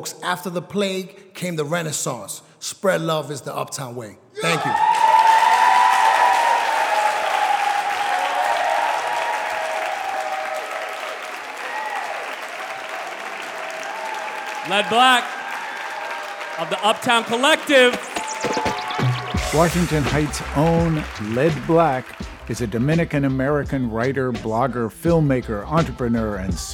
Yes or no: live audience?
yes